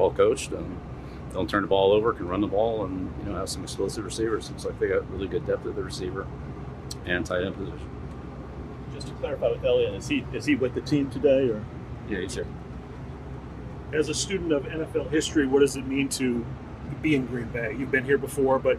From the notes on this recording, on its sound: Addresses the media during his press conference.